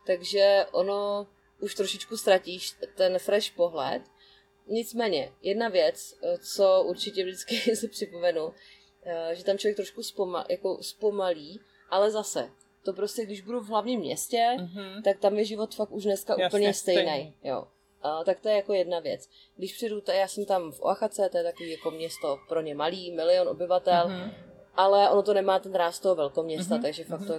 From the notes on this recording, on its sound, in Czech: Prosím omluvte zhoršenou kvalitu zvuku, která vznikla závadou na záznamovém zařízení.